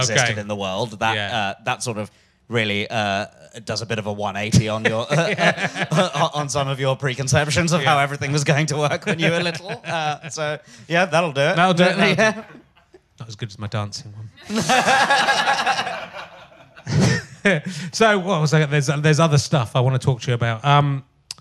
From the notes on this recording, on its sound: back live at the Phoenix